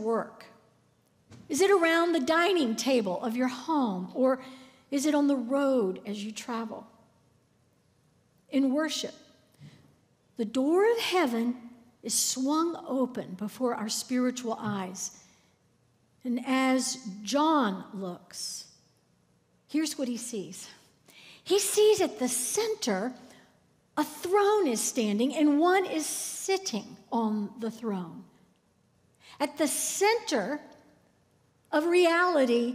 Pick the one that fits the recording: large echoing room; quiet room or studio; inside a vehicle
large echoing room